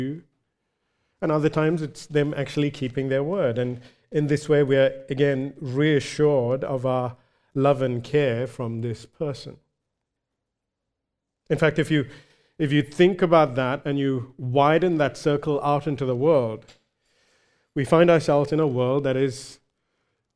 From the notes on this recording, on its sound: recorded live at Grace Community Bible Church